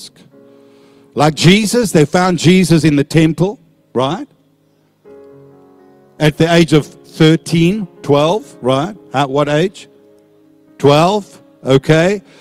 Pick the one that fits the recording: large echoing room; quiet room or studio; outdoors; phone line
large echoing room